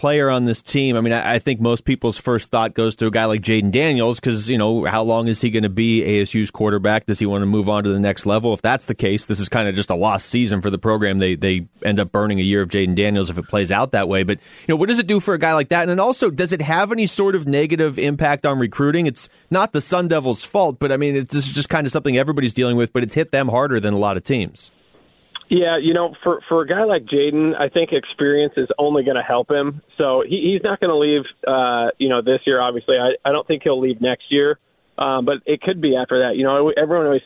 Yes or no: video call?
no